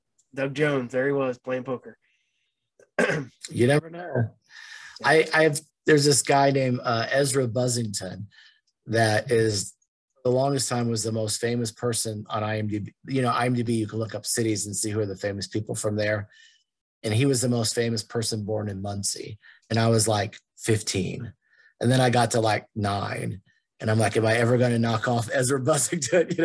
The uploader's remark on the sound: sadly we did have some connection issues again, sorry